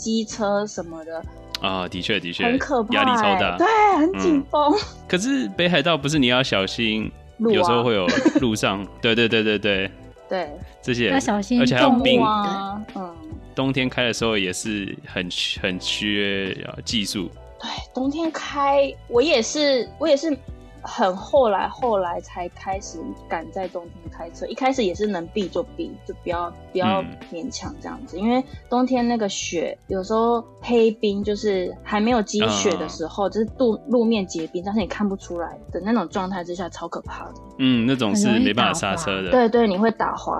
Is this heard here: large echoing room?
no